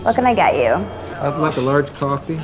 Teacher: an even more annoying demonstration of vocal fry, described as low gravelly vowel sounds